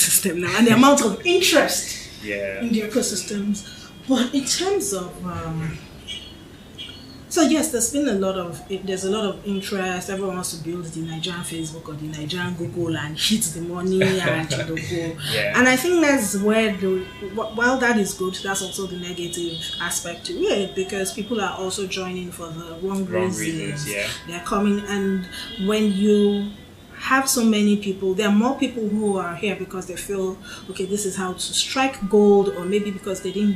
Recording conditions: background noise